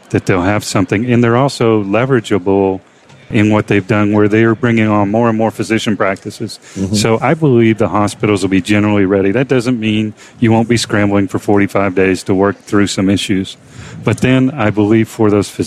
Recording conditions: busy venue